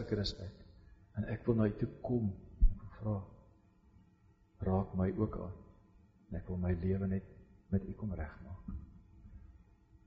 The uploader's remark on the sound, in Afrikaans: Preek opname tydens Loughton diens